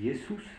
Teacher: le S entre deux voyelles se prononce avec un léger Z. Comme en français.